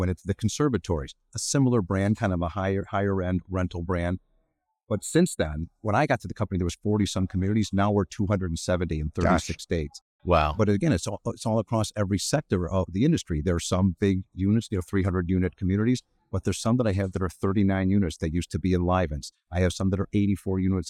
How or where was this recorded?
busy venue